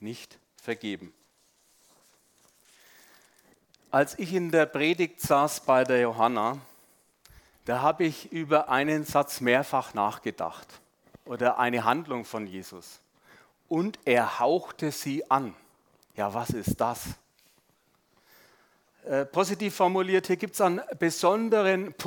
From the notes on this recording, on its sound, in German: Sonntagspredigt beim SUMMIT 2023